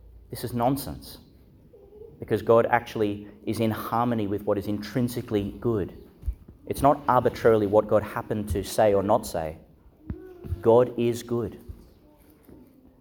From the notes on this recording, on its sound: Homily for the Solemnity of the Most Holy Trinity, delivered (at the morning Mass) in Our Lady Star of the Sea Catholic Church, Gladstone, Qld.